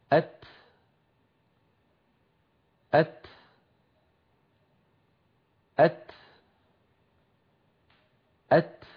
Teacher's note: اللسان يصعد فيقرع مخرج التاء ويحبس الصوت خلفه · Term: همس التاء